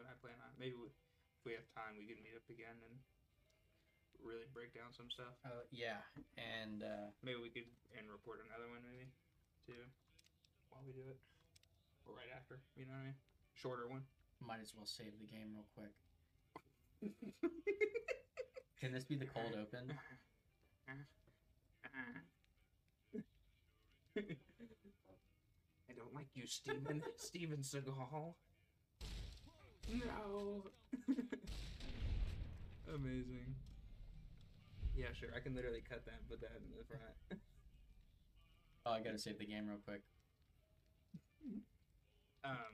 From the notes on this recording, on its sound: We don't have a lot of experience editing or recording a podcast, so you may have to be patient on the quality to reach 100%.